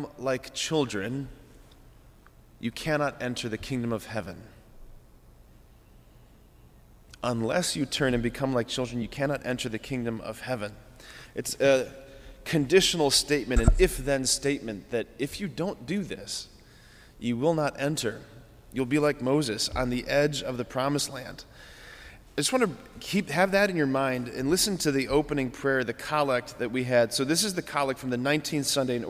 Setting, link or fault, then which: setting, large echoing room